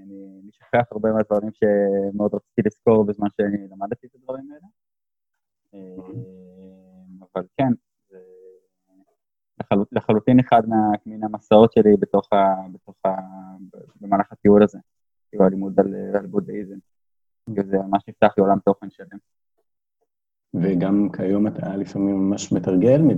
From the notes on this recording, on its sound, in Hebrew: איכות הסאונד יכולה הייתה להיות קצת יותר טובה.